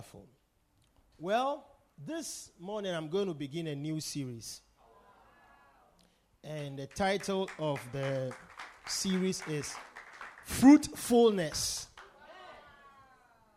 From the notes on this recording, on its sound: Preached at The Victory Secrets Service.